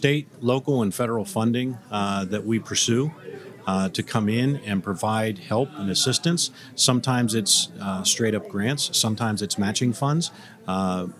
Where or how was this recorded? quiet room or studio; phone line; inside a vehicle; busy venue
busy venue